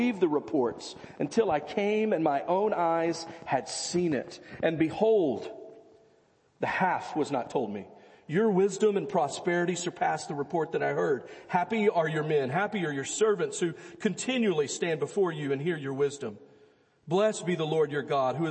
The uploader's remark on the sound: Easter Service First Baptist Belton Texas Sunday morning sermon